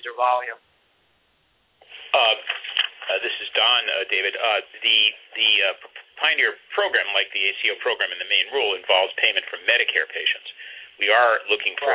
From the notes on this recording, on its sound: CMS conference call is marginal audio & our recording ends prematurely